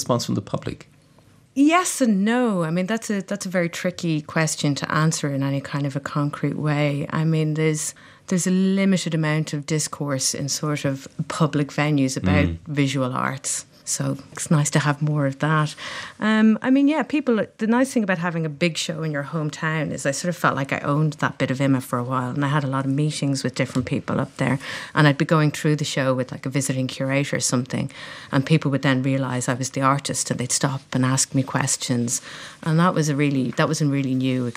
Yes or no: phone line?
no